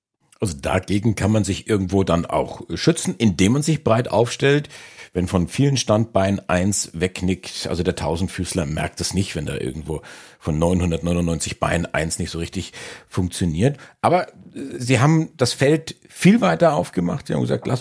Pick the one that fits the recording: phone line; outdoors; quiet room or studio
quiet room or studio